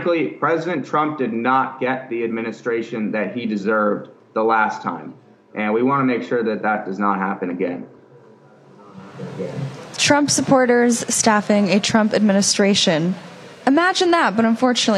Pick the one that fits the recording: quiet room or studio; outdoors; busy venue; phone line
busy venue